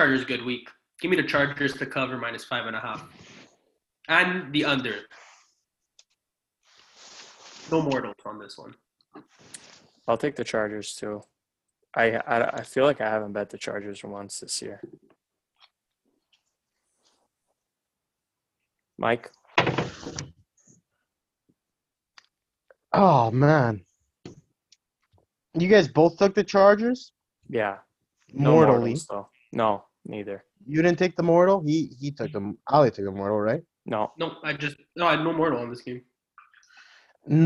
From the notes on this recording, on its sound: We’re doing the pod through Zoom today because of a little COVID outbreak.